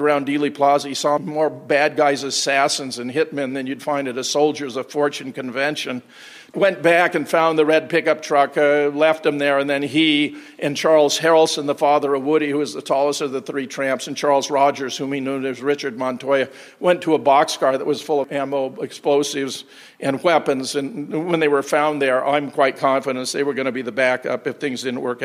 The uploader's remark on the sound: Keynote presentation at the JFK 50th Commemoration hosted by the Oswald Innocence Project. Questions and Answers.